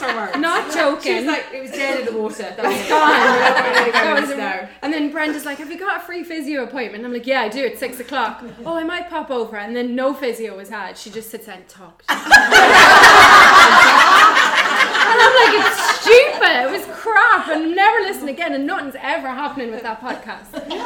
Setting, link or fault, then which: setting, live audience